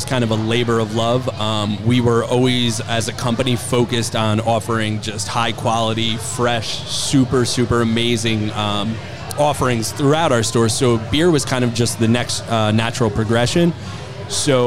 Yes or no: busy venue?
yes